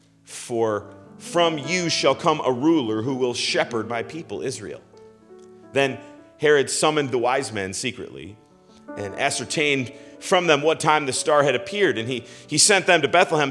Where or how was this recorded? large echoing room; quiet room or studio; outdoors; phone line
large echoing room